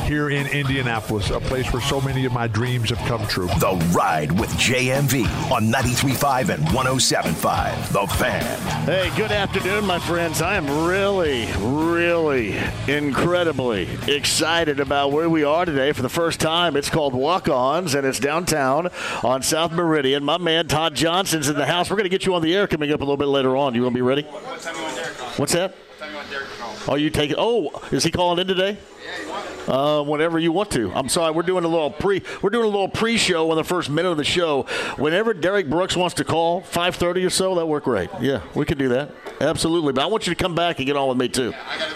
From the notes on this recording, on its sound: opens the show live from Walk-Ons